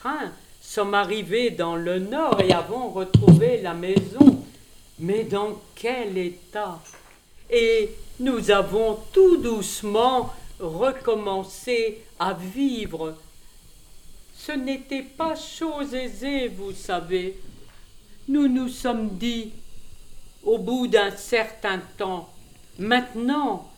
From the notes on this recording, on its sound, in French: Enregistrement réalisé à la MJC du Virolois de Tourcoing le samedi 19 janvier 2019.